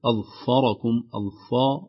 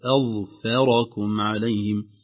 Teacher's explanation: وقعت الفاء المرققة بين الظاء المطبقة والمفخمة والراء كذلك المفخمة · Shown in: second take